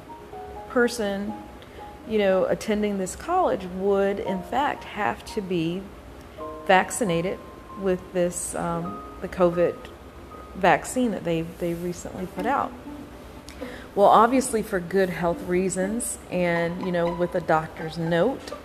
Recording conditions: background noise